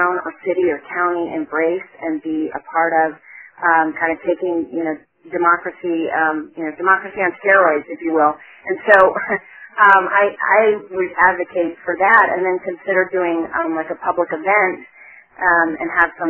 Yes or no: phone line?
yes